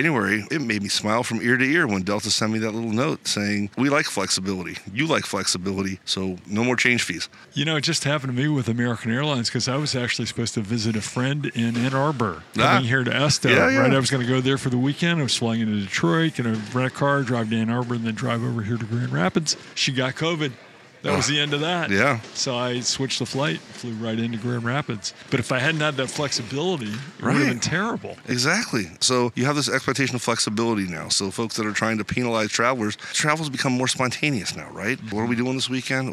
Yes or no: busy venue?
yes